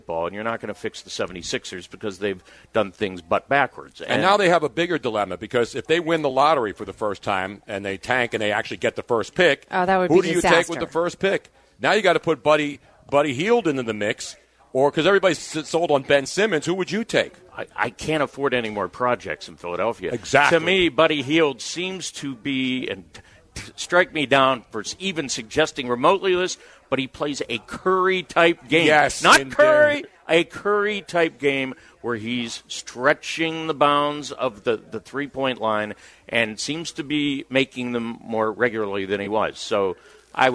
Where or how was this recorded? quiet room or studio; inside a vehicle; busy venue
busy venue